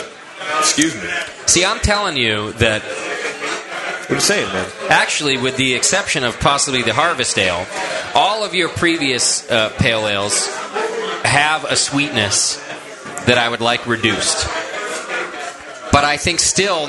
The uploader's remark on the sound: Live from Downtown Joe’s